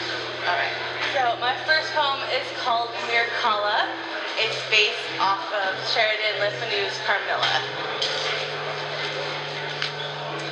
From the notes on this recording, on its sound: At Sam's Billiards in Portland, Oregon, USA.